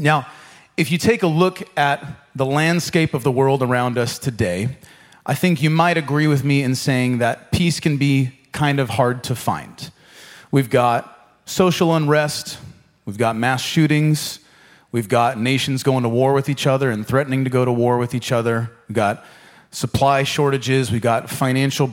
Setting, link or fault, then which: setting, large echoing room